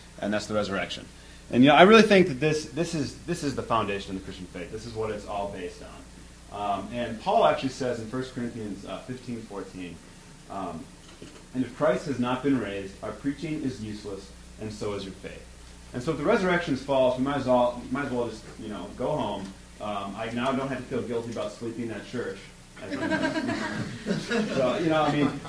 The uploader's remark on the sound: This episode contains a live recording of a talk I gave for the Campus Crusade for Christ ministry at Saginaw Valley State University (where I attend college).